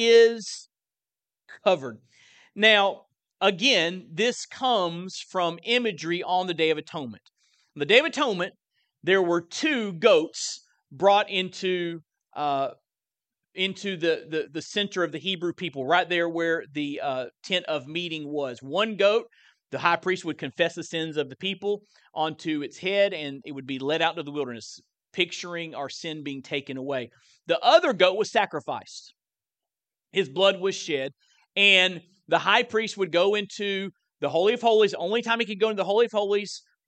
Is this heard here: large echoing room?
yes